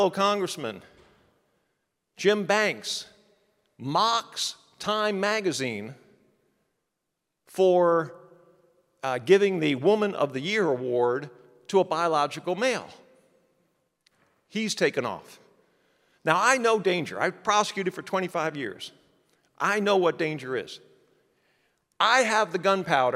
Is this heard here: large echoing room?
yes